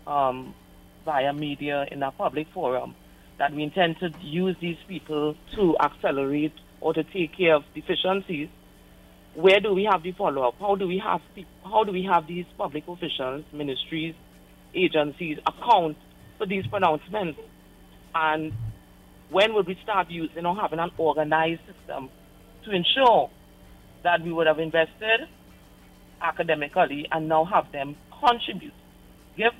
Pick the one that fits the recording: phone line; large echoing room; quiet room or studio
phone line